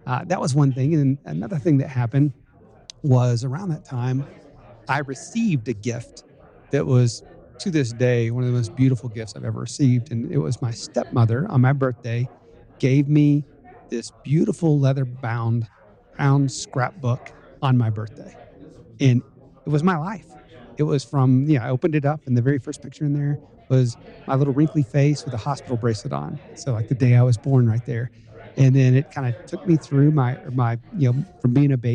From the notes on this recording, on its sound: we’re joining you live on location in Park City, Utah at the GoBundance event